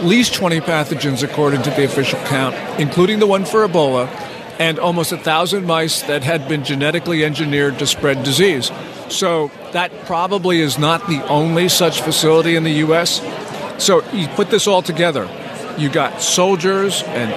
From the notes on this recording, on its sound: LIVE from CPAC in Washington D.